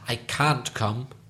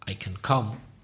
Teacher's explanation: when it's negative, we tend to stress the word can't. · Shown in: first take